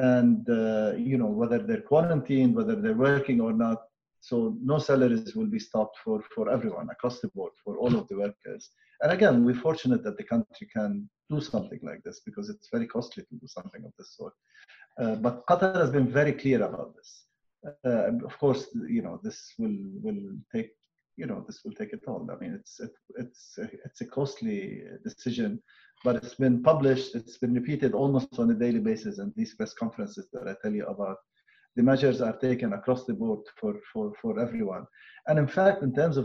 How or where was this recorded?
video call